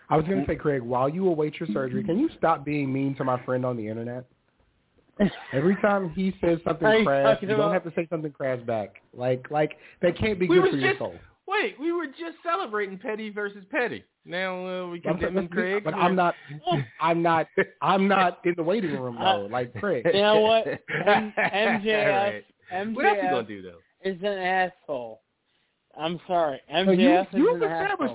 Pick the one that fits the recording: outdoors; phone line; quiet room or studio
phone line